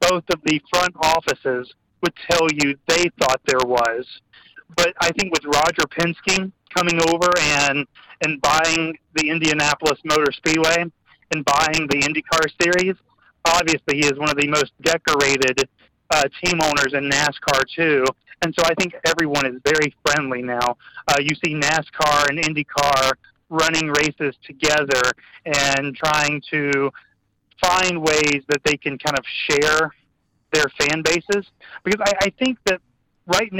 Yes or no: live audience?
no